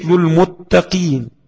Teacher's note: أما المرتبة الرابعة وهي في المحرك، مثل المتقين، قاف مكسورة لكن فيها قلقلة، لكن القلقلة ضعيفة، فلا يوجد فيه من القلقلة إلا أصلها فقط، مثل الغنة في النون والميم المظهرتين والمحركتين، فالثابت فيهما أصلهما لا كمالهما كما تقدم.